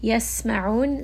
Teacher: Yasma'un, sin is going to have safir. Ayn is going to be from the middle of the throat. And then here, this is going to be a four count.